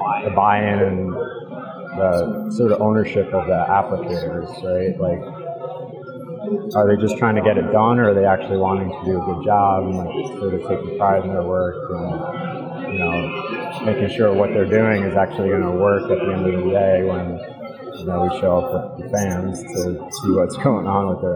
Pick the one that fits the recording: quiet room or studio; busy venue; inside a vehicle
busy venue